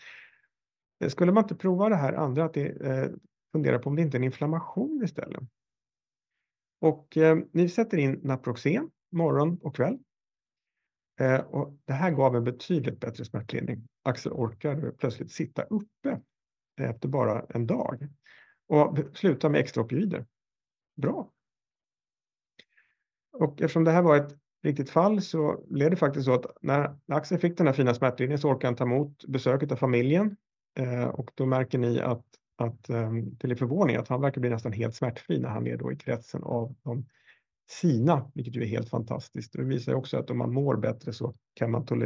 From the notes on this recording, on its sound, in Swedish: Ljudinspelningen från SOFs webbinarium Palliativ medicin – smärtbehandling.